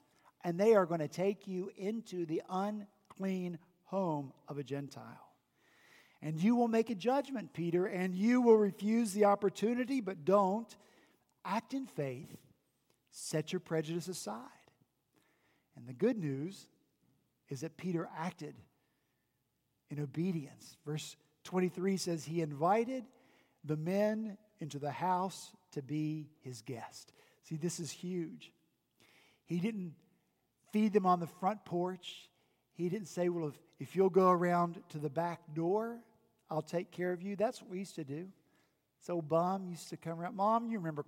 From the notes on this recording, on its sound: At Redeemer Presbyterian Church in Charleston, SC